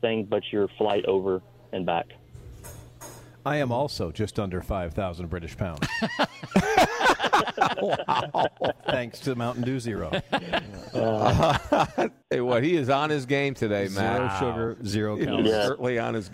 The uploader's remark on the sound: LIVE from the Dogwood Club championship in Austell, Georgia